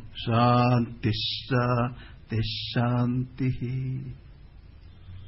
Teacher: शांति के बाद जो विसर्ग है उसके पीछे फिर शांति का शकार आता है, इसलिए उसका उच्चारण होता है श।